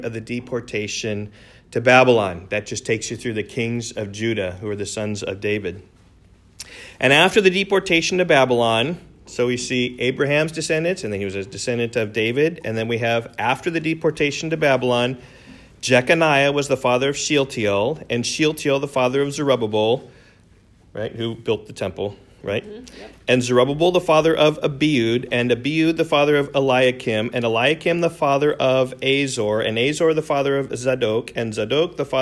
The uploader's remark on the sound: Recorded in class.